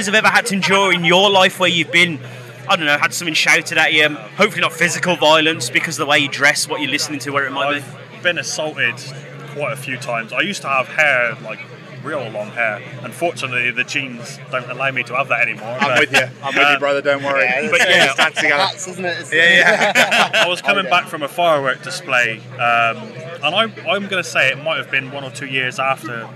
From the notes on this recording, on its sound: Live from Bloodstock 2023